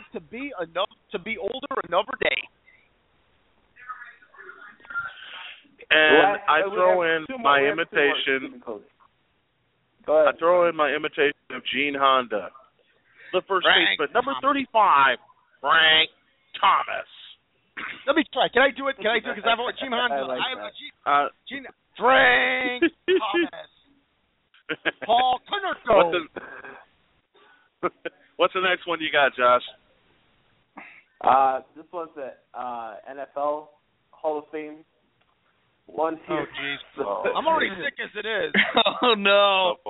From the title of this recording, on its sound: Your Phone Calls